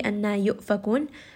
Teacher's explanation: Hamza here is going to have a little bit of that jerkiness. Give it some jahar.